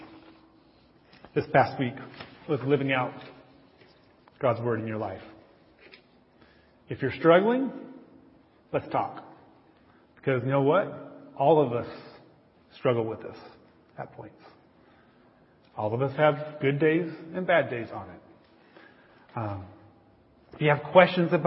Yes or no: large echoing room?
yes